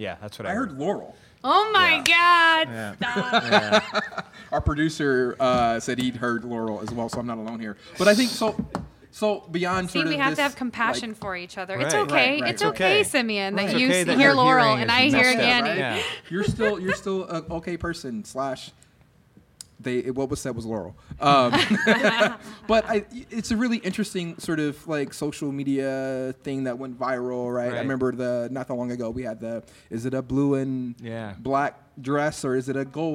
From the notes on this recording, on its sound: Recorded on the stage of the Englert Theatre